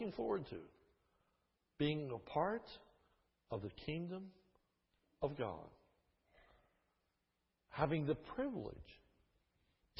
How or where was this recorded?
large echoing room